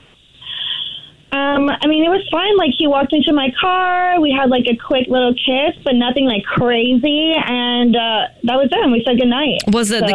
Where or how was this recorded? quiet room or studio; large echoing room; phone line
phone line